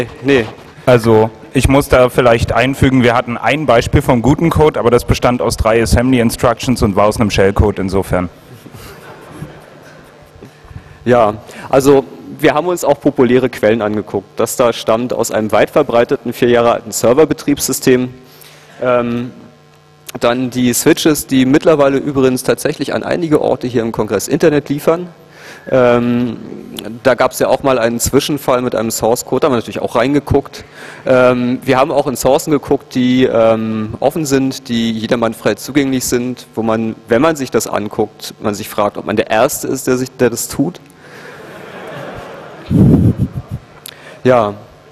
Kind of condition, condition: setting, live audience